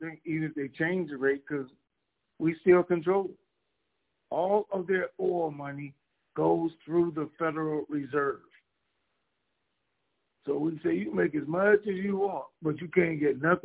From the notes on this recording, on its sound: TNTSuperfantastic Conference Call